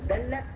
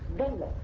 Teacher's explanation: الدال هي الضاد في الأصل، يعني يتفق الدال ويتفق الضاد في كل شيء، في المخرج وفي الجهر وفي الوقف الذي يعقبه انفجار. ما الفرق اذا؟ الدال مرققه والضاد مفخمه